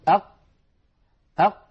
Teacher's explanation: القاف لما نقول أق أق، جربوا هكذا لو سمحتم، تجدون بأنه لا يمر نفس أبدا ولا يمر صوت أبدا. أق ينقفل مخرجها انقفالا تاما، فهي حرف مجهور ليست من حروف الهمس، وهي حرف شديد لأنها من حروف أجد قطن بكت أجد قطن.